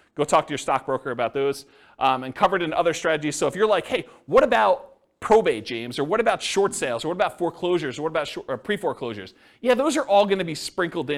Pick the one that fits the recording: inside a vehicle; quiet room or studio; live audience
live audience